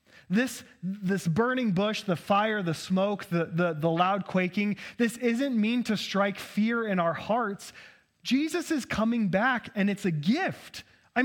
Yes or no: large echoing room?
yes